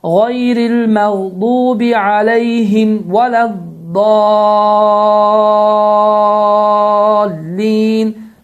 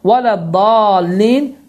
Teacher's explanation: məd hərfindən sonra şəddə gəldiyi üçün məddün ləzim kilmiyun müthəqqal baş verir ki, uzadılma miqdarı 6 hərəkədir · Shown in: first take · Bunu bu formada oxumaq vələddallin düzgün sayılmır.